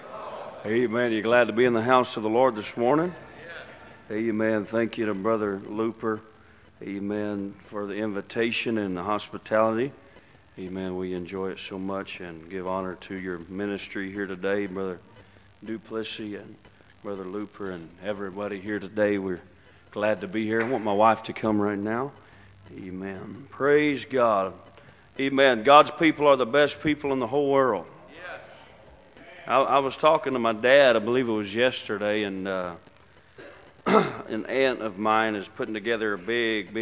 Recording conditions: large echoing room